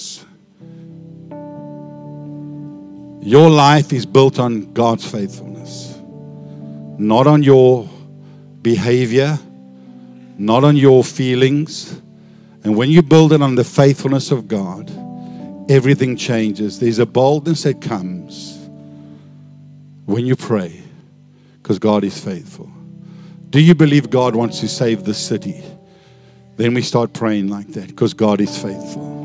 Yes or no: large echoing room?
yes